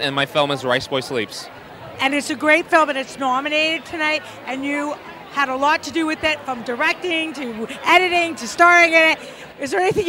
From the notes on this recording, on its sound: On the red carpet at The 2023 Canadian Screen Awards.